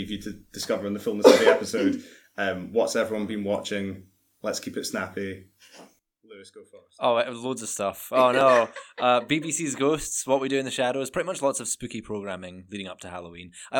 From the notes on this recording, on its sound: The room gets hotter and hotter as we go on, and the mics each present their own problems.